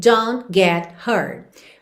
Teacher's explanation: Aqui, a gente quase não ouve os T's finais.